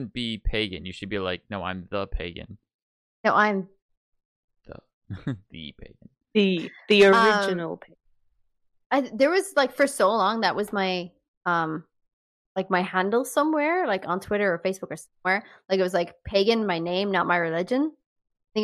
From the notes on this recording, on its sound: Due to higher bandwidth usages across the world, recording a Podcast that has always been international has become increasingly challenging. We try our best to maintain audio fidelity with the added connection issues we face.